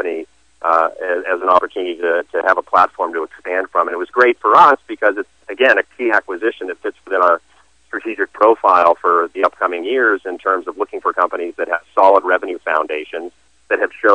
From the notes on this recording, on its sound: called into SmallCapVoice.